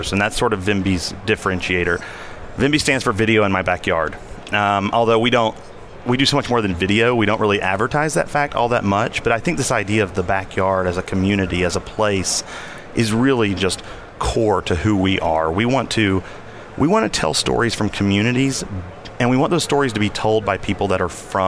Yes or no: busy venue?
yes